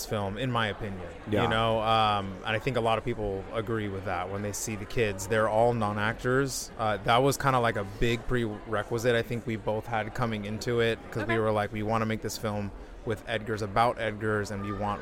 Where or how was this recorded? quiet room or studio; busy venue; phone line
busy venue